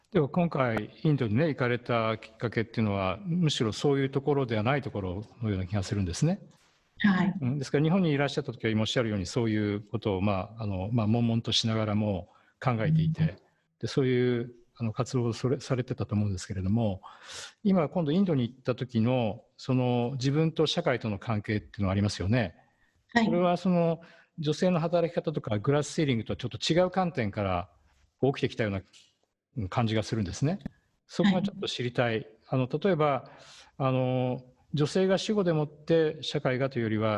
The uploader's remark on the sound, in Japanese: 収録にはビデオ会議サービス「ZOOM」を使用しています